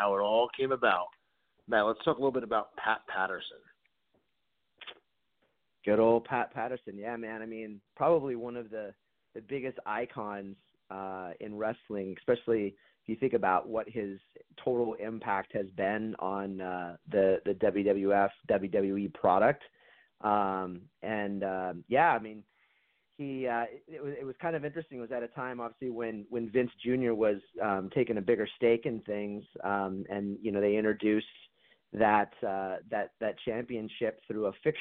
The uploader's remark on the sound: we take your calls LIVE on the air!